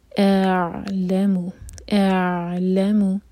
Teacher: حمزہ کو ایک حرکہ کھینچیں، اس کے بعد عین کو ٹچ کرنا ہے، اور حمزہ جو ہے عین میں مکس ہو کر نہ نکلے